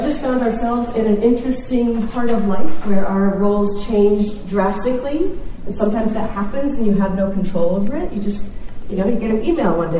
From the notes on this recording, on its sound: Episode 9: LIVE! from the Georgia Educational Technology Conference. We presented our story at the Georgia Educational Technology Conference (GaETC) held in Atlanta this November 2019 and made it a live recording!